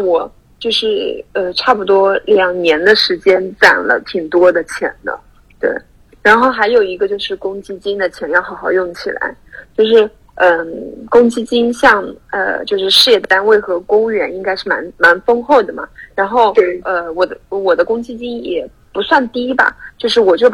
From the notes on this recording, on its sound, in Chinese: 远程腾讯会议手机录制，没想到手机无法导出文件。于是手机播用录音设备录制、再导出，导致音质有点毛躁，二次录制时还有2-3次飞机低空飞过……可能耳朵听着会有点不太舒服，请多见谅！